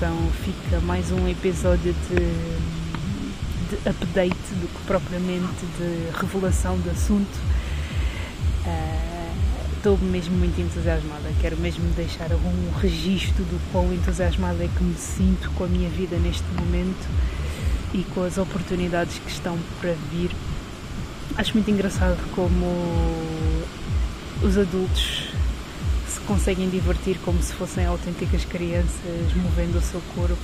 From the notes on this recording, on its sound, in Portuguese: Mini episódio na praia.